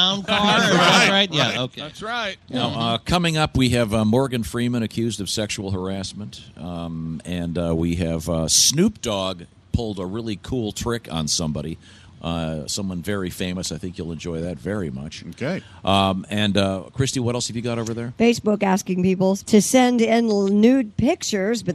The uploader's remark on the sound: we are live from the Indianapolis Motor Speedway